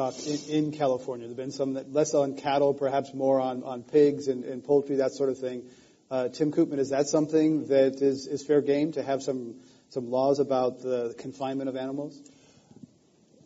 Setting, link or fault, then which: setting, live audience